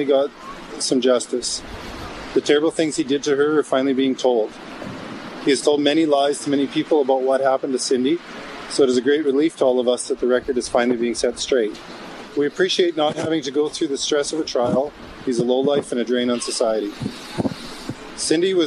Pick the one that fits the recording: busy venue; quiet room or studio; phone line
busy venue